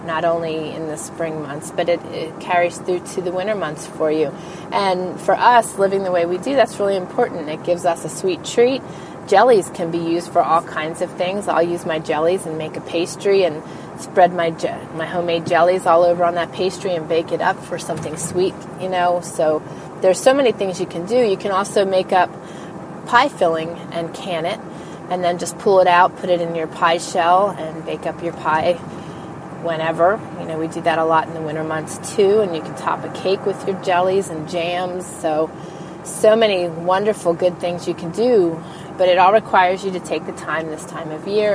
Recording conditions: inside a vehicle